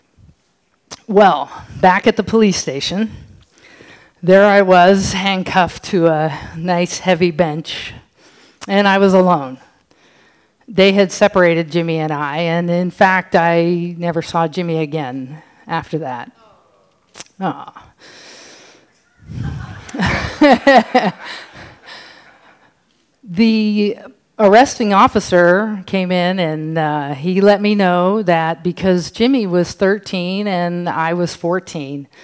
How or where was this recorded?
live audience